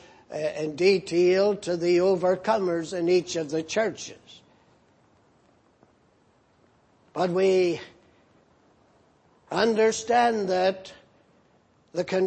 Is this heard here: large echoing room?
yes